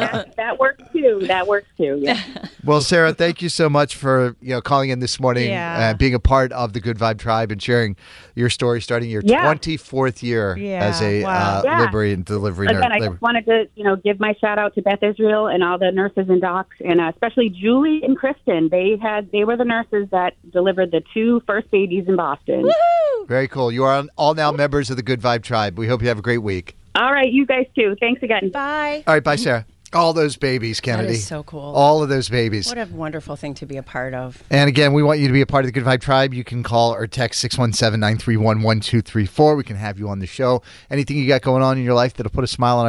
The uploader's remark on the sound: A labor and delivery nurse, called in to tell us about working on NYE!